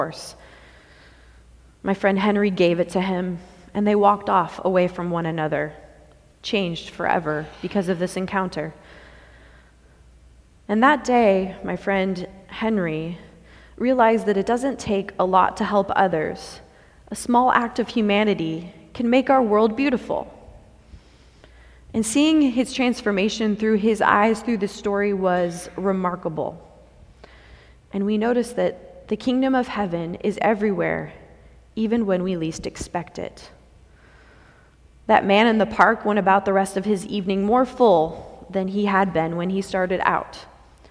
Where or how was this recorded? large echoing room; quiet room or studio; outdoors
large echoing room